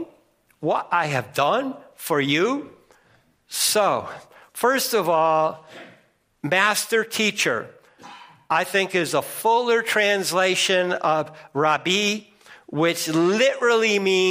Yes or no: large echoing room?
yes